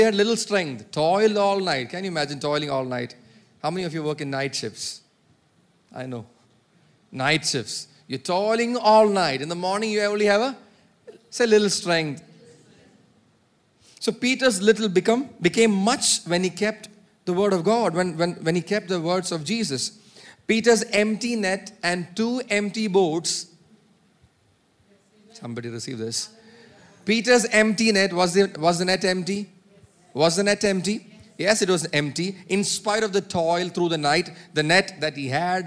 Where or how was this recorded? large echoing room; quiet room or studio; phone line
large echoing room